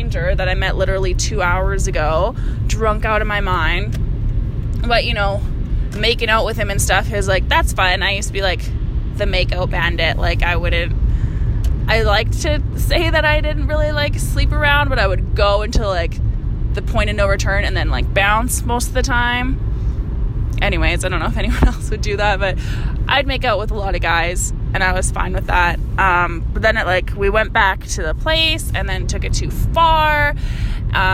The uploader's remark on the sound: I recorded this episode in the car, so if you are a sound snob, this episode may not be for you!